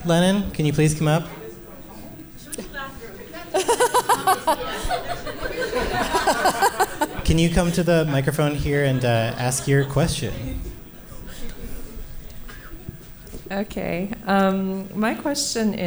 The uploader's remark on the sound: He flew in from Winnipeg to join us for a live panel at the Mercury Room to find out the answer.